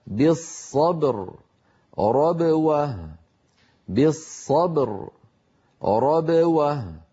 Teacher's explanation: لاحظوا الصورة الآن، لاحظوا بأن عندما ننطق الباء المقلقلة تنقفل الشفتان من غير صوت ثم تبتعدان وقد خرج الصوت بتباعدهما مشبها الباء المتحركة، ولكن دون أن يبتعد الفكان عن بعضهما